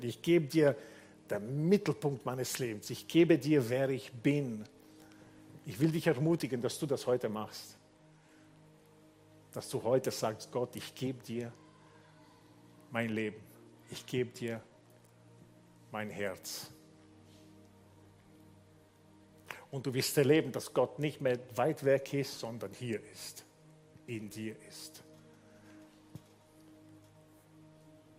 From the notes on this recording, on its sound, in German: Gottesdienst live aus der LIFE Church Wien.